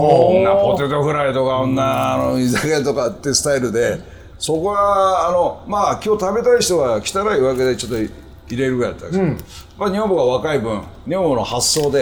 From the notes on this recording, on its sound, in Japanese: 収録終わりにサバナチームで寄った高田馬場駅と落合駅のちょうど間にある 【すし坊主】 。あまりにも素敵なお店だったので、その良さをみなさまに伝えるべく急遽マイクをオンにし収録スタート！